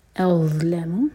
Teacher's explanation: होगा। आगे फैमन, नून पर इजहार, अज़लमु, ज़ा हैवी लेटर है, आपकी ज़बान ऊपर वाले दांत पर टच करेगी, थोड़ी सी टिप बार होगी और मुंह भर कर पढ़ा जाएगा